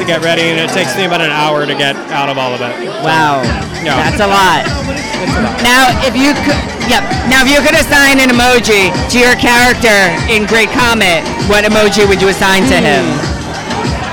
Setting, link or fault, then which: setting, busy venue